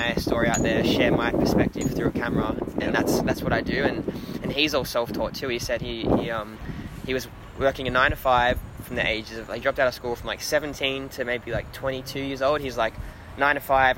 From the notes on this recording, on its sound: This is recorded outside. There’s wind noise and it takes over at times.